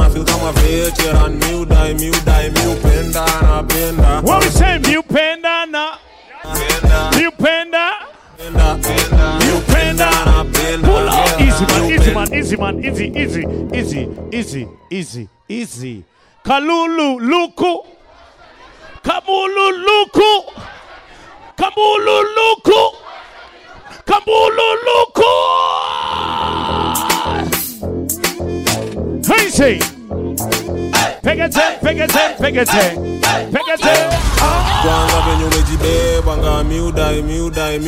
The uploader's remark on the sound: Live at Blend Nairobi 2019